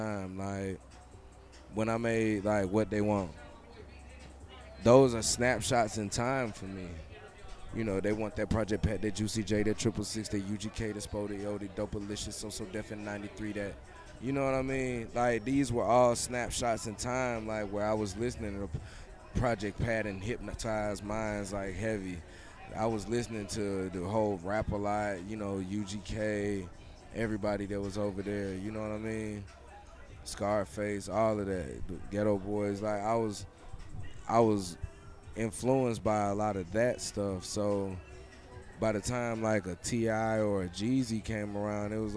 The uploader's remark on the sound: Live From Sweet Auburn Avenue Cypher